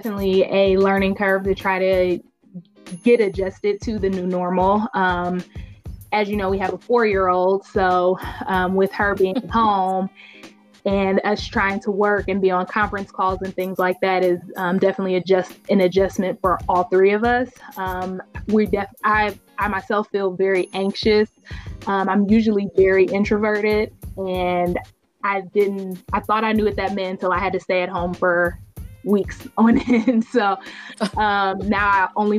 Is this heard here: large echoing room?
no